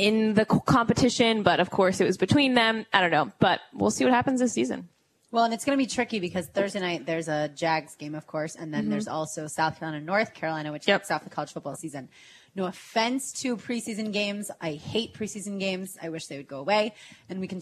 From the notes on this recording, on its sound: The girls are live at their new Dream Finders Home at EverBank Field.